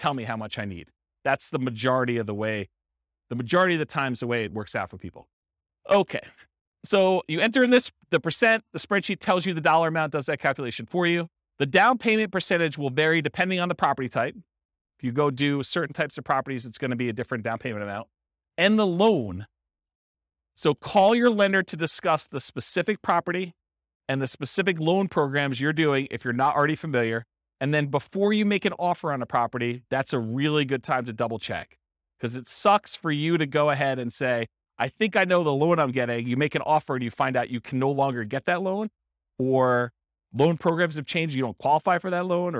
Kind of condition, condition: setting, live audience